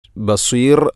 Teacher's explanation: ബസീർ എന്നത് മദ് ഇഅറിദുൽ സുക്കൂൻ, അതുപോലെ റായിനെ തർഖീഖാണ് ചെയ്യേണ്ടത്. ബസീർ, ബസീർ അല്ല ബസീർ.